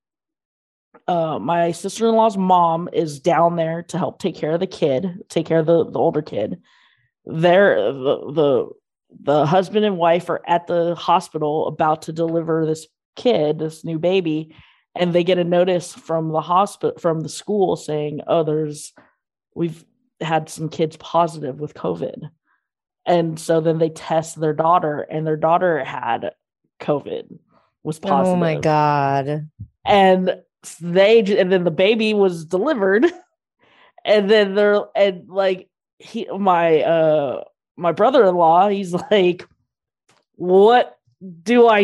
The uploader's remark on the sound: We jumped on a quick Zoom.